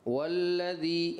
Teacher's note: جب آپ نے آیت مجیدہ شروع کی بیٹا، ہا سب سے پہلا حرف تھا، ایسا لگا آپ نے پڑھا والذی، ہا چھوڑ دیا، ایسا محسوس ہوا، ہو سکتا ہے آپ کو لگا ہو آپ نے پڑھا ہے، تو اس کو صاف پڑھنا تھا، ہو الذی، ہو الذی نہیں ہوگا، ٹھیک ہے، ہا کی ادا میں کمی رہی۔